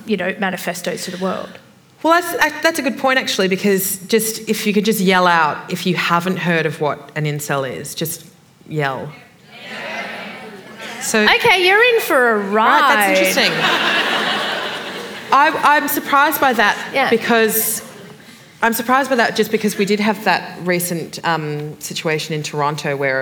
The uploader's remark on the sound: This is a live recording from our event.